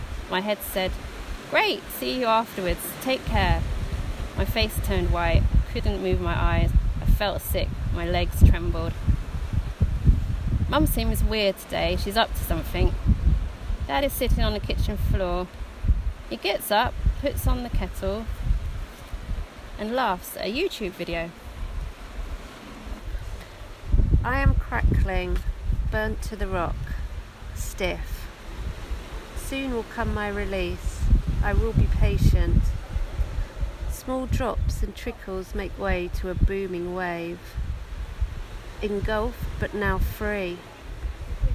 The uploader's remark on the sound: Festival visitors were invited to abseil down. A secure rock climbers platform, to experience Portland from a new vantage point. Recorded live on the rock face this recording includes the poems of 18 participants.